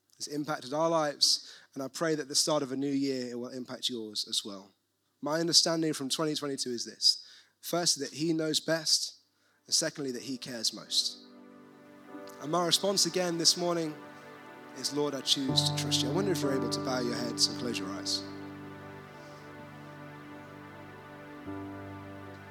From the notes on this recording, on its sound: recorded at One Church City